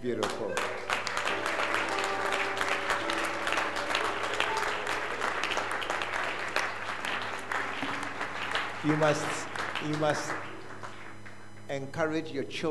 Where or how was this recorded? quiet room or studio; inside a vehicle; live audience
live audience